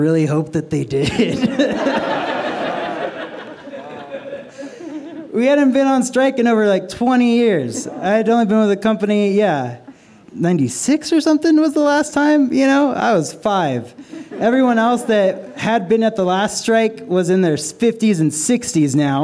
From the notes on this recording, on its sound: This story was recorded live at Buntport Theater.